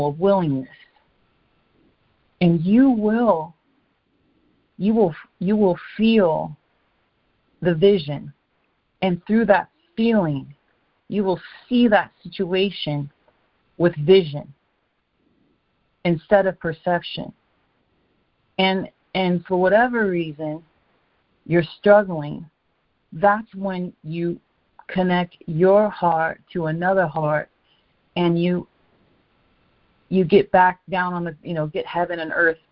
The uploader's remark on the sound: ACIM Daily Conference Call